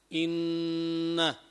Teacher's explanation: وزاد جماعة الجوف، اعتبروه مخرجا، والخياشيم، وهو مخرج الغنة، لما يقول الإنسان إن، أما يشعر بطنين داخل أنفه، داخل خيشومه، هذا الطنين في داخل خيشومه يقال له الغنة